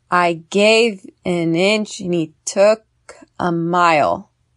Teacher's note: Gave, inch, took, mile. These are the stressed words.